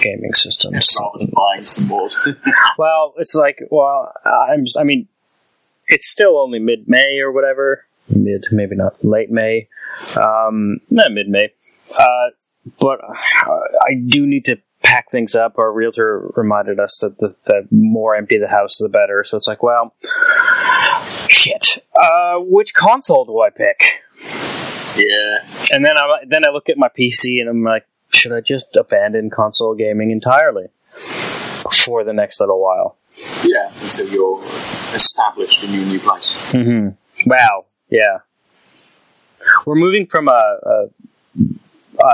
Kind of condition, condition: fault, poor sound quality